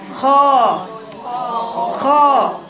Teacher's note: يعني المرتبه الاولى اول مرتبه من مراتب التفخيم المفتوح الذي بعده ايه الف